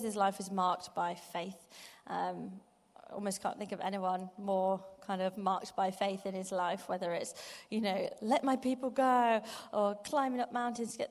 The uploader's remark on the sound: Live from Project 23. Over the next few weeks we are going to bringing you live sessions from the most recent Project 23 conference.